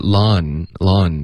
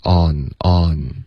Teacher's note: 这个 lawn,嘴巴再张开大一点发这个元音 on